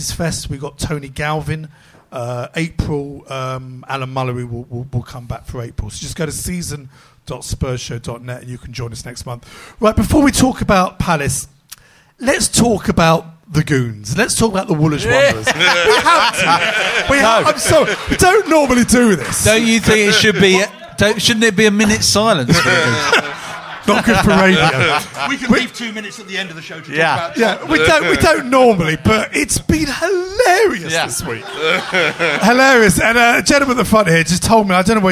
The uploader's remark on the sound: Recorded live, defying the Beast from the East this is another #SpursShowLIVE, where a select few Spurs Show Season Ticket holders drink beer and shout at the podcasters for just a fiver!